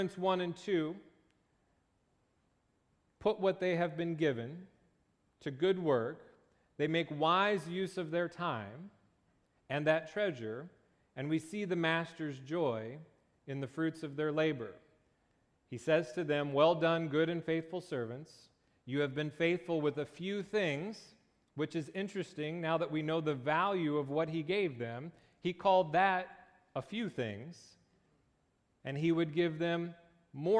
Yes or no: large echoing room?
yes